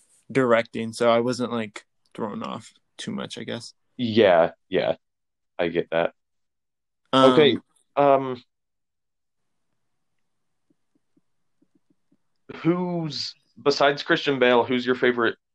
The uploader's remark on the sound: Yet another remotely recorded podcast so it's full of glitches.